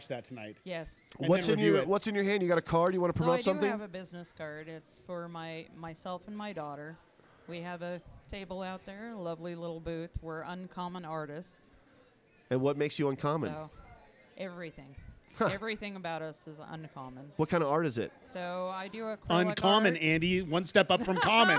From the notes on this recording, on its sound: Fear and Loathing at Kingman Comic Con! (LIVE-ish Special!). Fried Rice Podcast goes live-ish at King-Con!